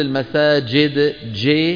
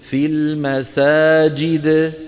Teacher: الجيم نكسرها كسر كامل · Shown in: second take